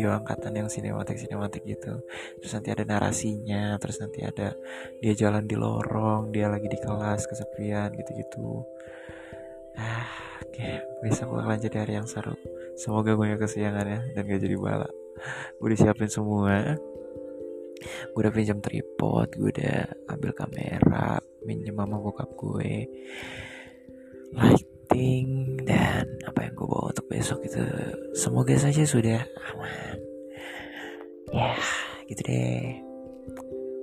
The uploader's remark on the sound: sorry for those noises:(